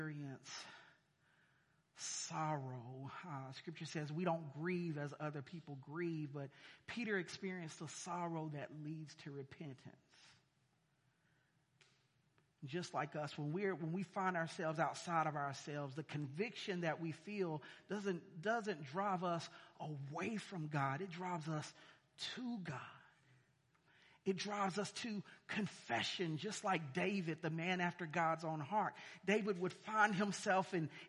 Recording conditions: large echoing room